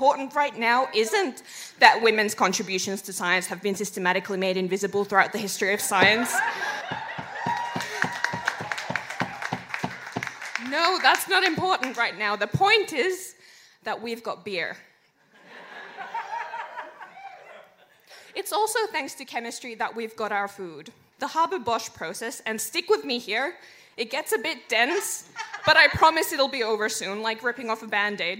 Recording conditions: busy venue